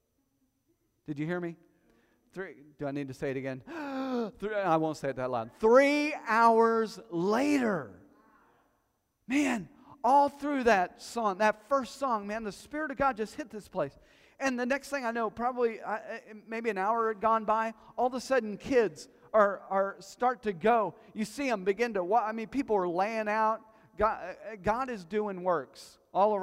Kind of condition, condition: setting, large echoing room